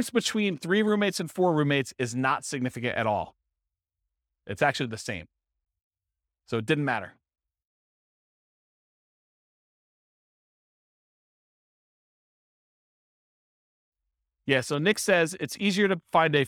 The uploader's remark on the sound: This was a live class recorded